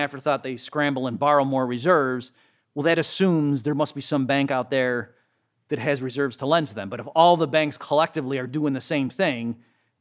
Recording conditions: large echoing room